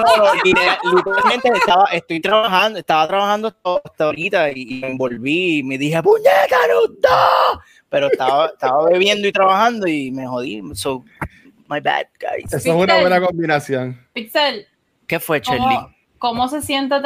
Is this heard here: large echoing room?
no